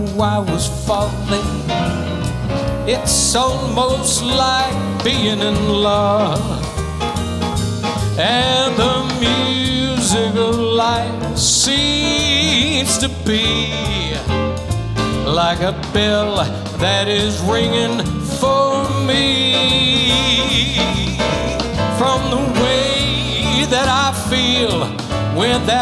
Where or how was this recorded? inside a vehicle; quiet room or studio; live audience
live audience